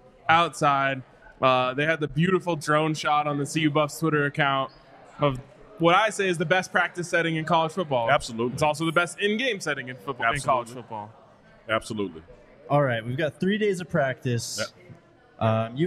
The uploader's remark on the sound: live from the DNVR Bar